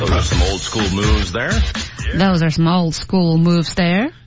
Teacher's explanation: school 应该有一个舌尖抵上齿背的过程，把这个留住